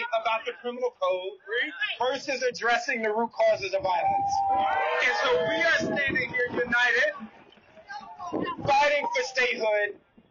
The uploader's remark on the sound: The message was loud and clear at Wednesday’s spirited rally protesting this week’s move by Congress to block the implementation of new criminal justice reforms in DC. We’ve got an audio postcard from the rally.